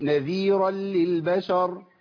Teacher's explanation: ما فيهوش زمن، ما فيهوش غنة، إدغام كامل